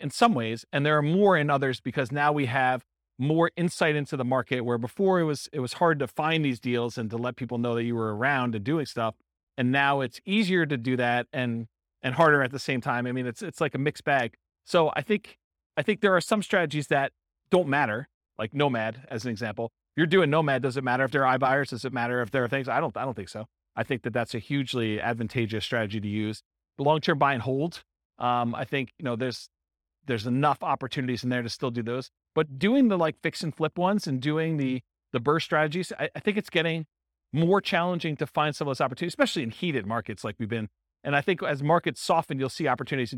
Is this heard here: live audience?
yes